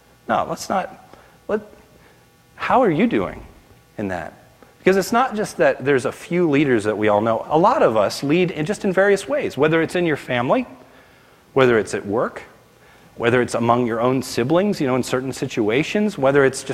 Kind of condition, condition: setting, large echoing room